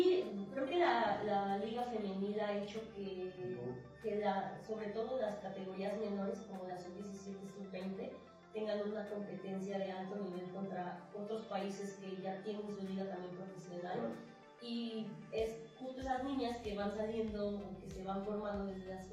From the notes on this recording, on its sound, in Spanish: Por error grabamos con el micro de la pc y el audio podría ser mejor. Transmitido en vivo en 2020.